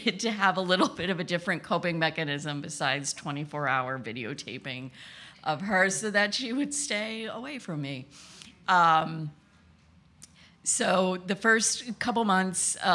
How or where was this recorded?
live audience